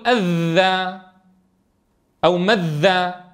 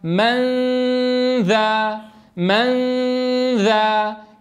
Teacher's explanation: فأخفينا النون عند الذال ولم نخفيها في الذال كما نفعل في الإدغام · Shown in: second take · Term: إخفاء